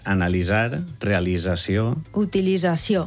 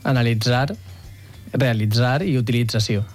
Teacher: La manera estàndard valenciana que es recomana, que és més natural i més fàcil, és com una S sonora. · Shown in: first take